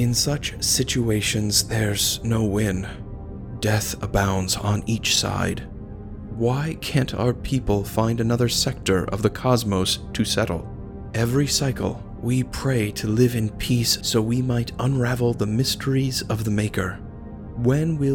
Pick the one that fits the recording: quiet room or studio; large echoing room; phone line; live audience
quiet room or studio